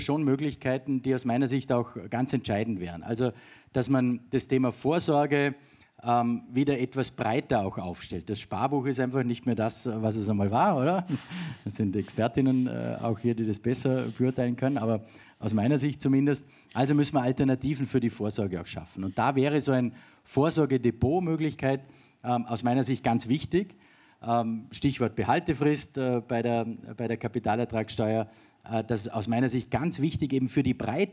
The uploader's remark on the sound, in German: Der aktuelle KSW Upcast ist eine Live-Aufzeichnung des KSW Frühjahrsempfang 2023.